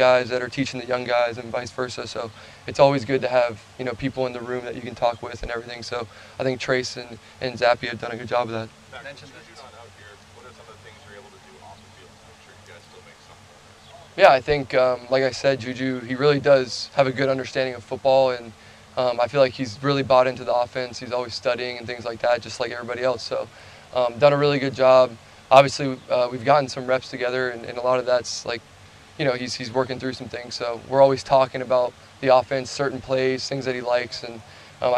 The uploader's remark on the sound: addresses the media during his press conference on Monday, June 12, 2023.